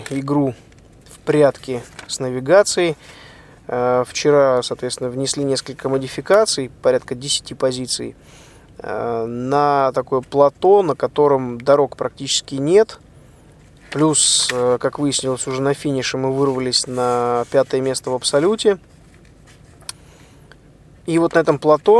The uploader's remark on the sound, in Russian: Этот выпуск я записал на бивуаке, развернувшемся на берегу Атлантического океана недалеко от города Дахла.